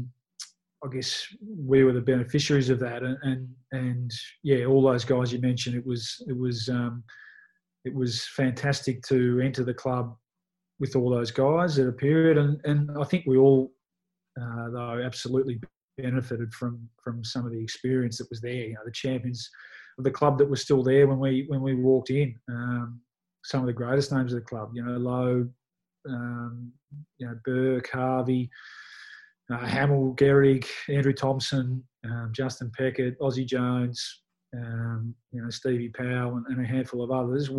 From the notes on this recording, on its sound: This podcast was produced in isolation via a Zoom conference call.